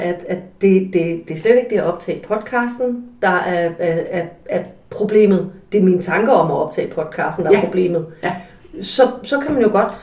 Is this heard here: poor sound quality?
yes